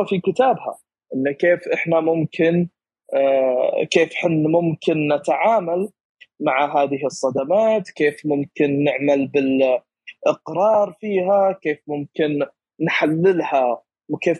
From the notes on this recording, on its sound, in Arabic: تسجيل لمساحة ابن رشد الأسبوعية على منصة تويتر